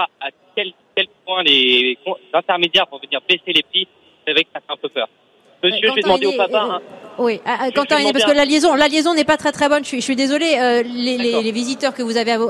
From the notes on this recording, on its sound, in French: 3eme émission en direct du salon de l'agriculture pour Ma France